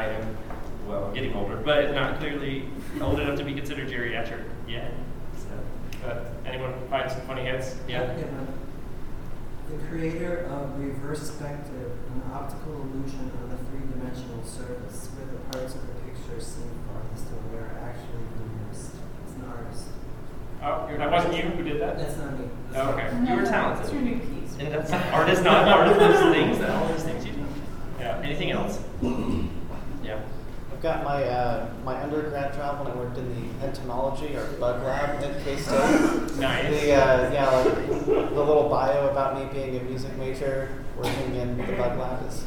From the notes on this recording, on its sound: Where we performed, judged competitions, and gave a lecture at the Mid-South Horn Workshop. We recorded the lecture and have made it available here to listen.